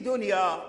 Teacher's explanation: كل القراء اتفقوا على إظهار النون عند الياء